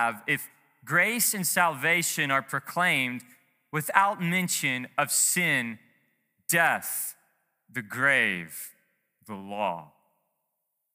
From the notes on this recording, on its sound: Preached to Heritage Bible Chapel in Princeton, MA.